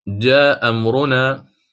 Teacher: هذا أحد الأوجه التي قد ترد من تغيير على الهمز، وهناك الحذف، فأحيانا تحذف الهمزة، ومثال ذلك عند التقاء همزتين مفتوحتين من كلمتين، فالإمام قالون يحذف الهمزة الأولى